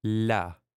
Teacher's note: Again, L-I-A, instead of la, which would be L-A, we have la. There's that little bit of hint of an I before the A.